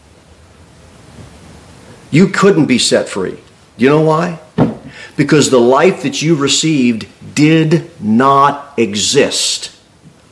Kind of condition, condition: setting, large echoing room